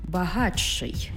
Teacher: «Ти» і «ши» утворюється «чи-ши».